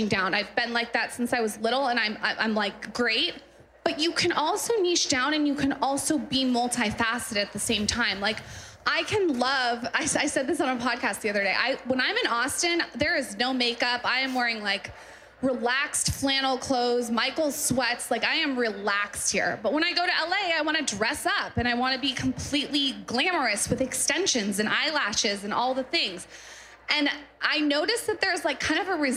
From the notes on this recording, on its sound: Live From Austin Pop-Up. On this special LIVE episode of WorkParty, we’re in Austin, Texas at our Pop-Up event.